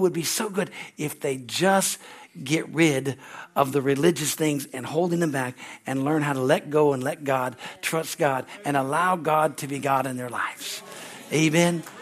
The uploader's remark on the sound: is from the Sunday service on December 17, 2023 at Harvest Bible Church in Stockton, California.